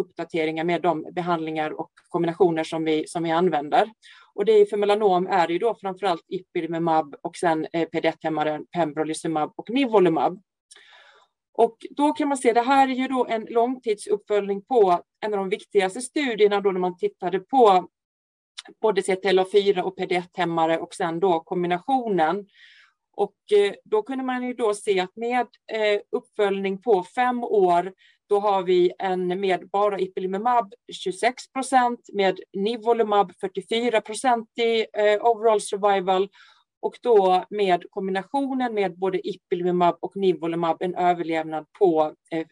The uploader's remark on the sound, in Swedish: Ljudinspelningen från SOF:s webbinarium om melanom.